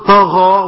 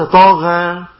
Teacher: الألف تابع لما قبله تفخيما وترقيقا، فالغين مفخم يبقى الألف اللي بعديها مفخم · Shown in: first take · يبقى أقول طاغى وليس طاغى هكذا.